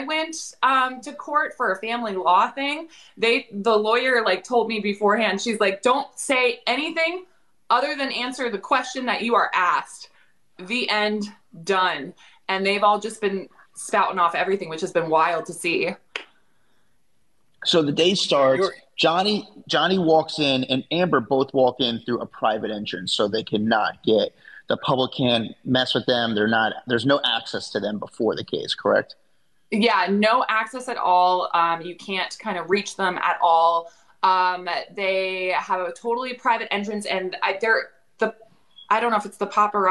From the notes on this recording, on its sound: joined her on a live on her TikTok